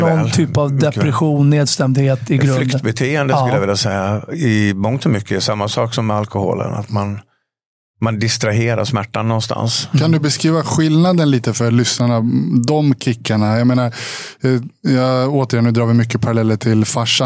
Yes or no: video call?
no